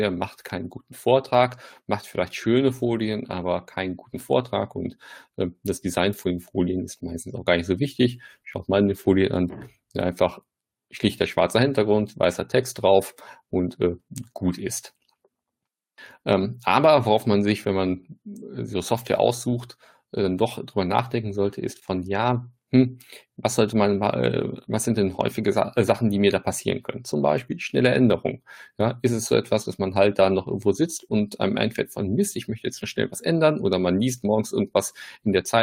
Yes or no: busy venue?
no